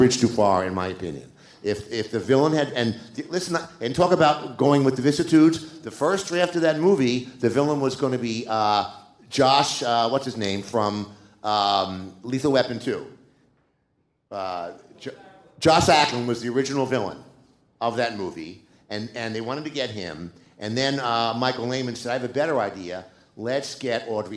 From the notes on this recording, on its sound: Live from Alamo Drafthouse. Presented by the Alamo Drafthouse and recorded live from The Regent Theater in Downtown Los Angeles.